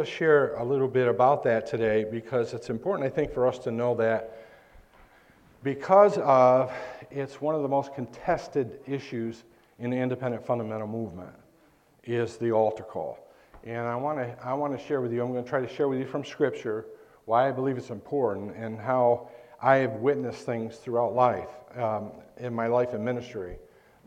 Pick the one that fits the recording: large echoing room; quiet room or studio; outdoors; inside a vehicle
large echoing room